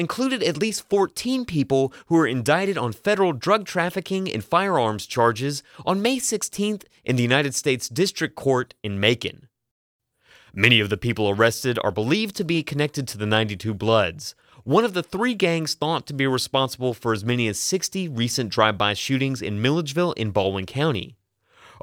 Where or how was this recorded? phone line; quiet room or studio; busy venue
quiet room or studio